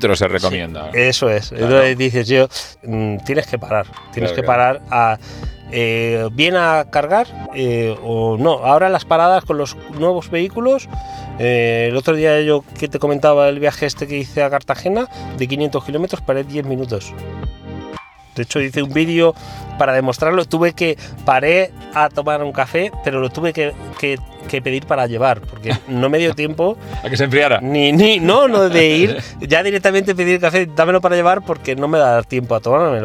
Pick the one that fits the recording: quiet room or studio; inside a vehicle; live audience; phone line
inside a vehicle